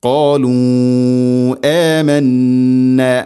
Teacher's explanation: നാലോ അഞ്ചോ ഹർക്കത്തിൻ്റെ ഖദറിൽ നീട്ടാവുന്ന മദ്ദാണ് മുൻഫസിൽ · Term: മദ് മുൻഫസിൽ